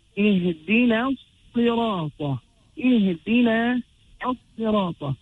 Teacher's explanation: But now when we join it to الصِّرَاطَ، the mad of na will fall away. Because two sukoons will not meet in the Arabic language.